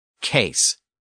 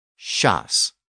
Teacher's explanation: English uses a hard K sound, inherited from the Normans, whereas modern French uses an SH sound, which evolved within Standard French.